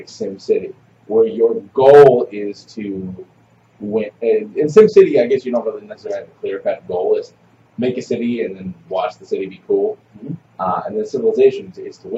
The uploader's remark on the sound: Audio is a little off, I'm sorry - I fixed it the best I could.